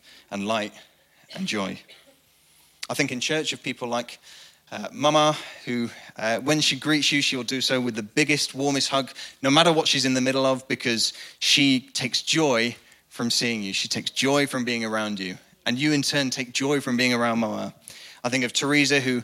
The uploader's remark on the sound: Recorded live at the Chesterfield Campus. The message from the evening service.